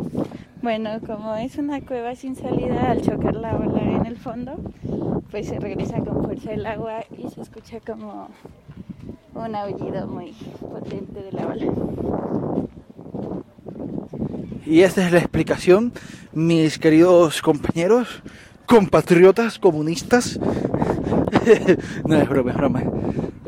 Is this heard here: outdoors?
yes